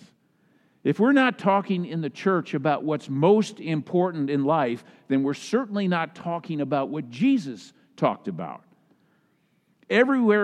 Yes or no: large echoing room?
yes